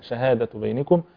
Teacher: إنما ينبغي أن يراعى هنا فتح الشين فتحا كاملا